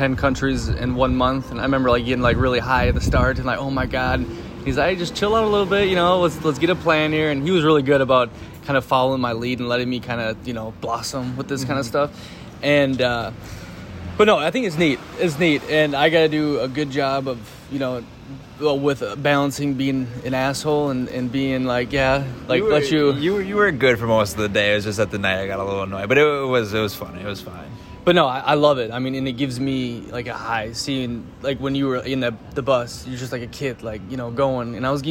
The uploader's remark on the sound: In second the part they record live from a cafe after being in Playa Del Carmen for 24 hours.